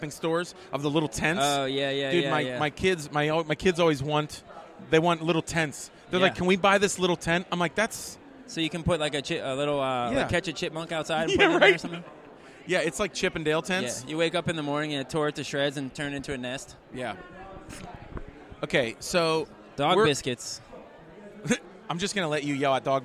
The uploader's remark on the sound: LIVE at the Home Show